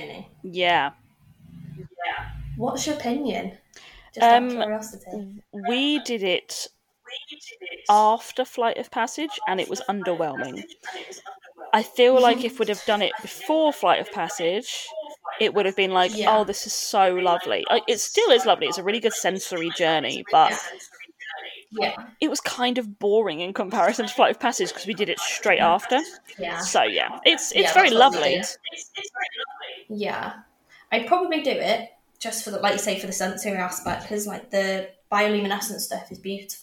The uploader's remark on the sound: I had a few audio issues with this recording, but hopefully you can all still hear it okay!